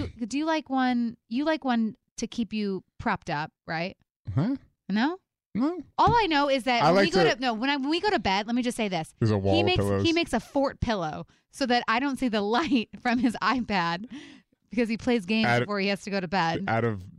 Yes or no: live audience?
no